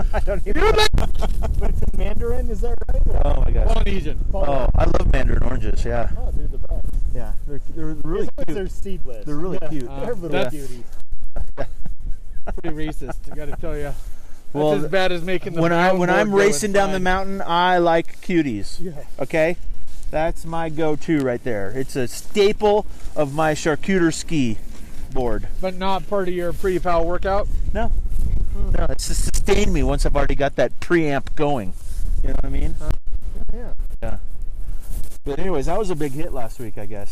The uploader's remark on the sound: It was windy and snowing so if you hear noise in this episode